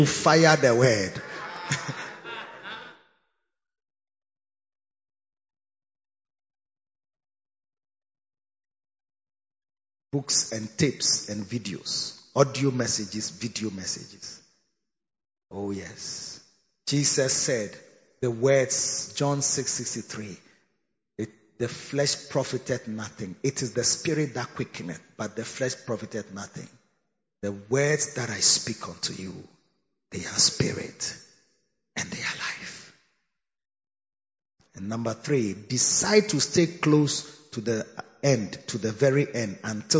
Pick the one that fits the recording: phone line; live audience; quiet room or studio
live audience